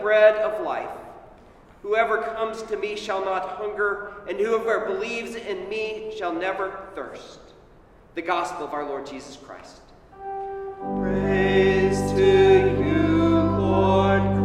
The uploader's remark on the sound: Sermon at Holy Trinity Anglican Church on 1 AUG 2021